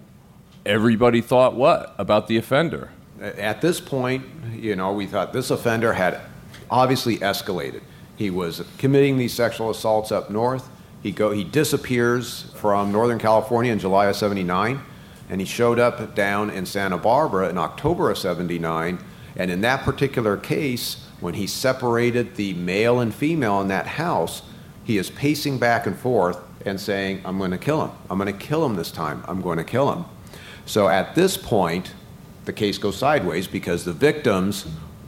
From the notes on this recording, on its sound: Live from CrimeCon